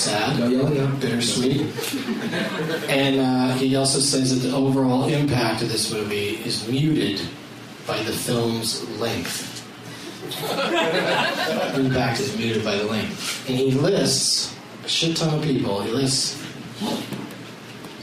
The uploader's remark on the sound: audience members at the Punchline in Atlanta, GA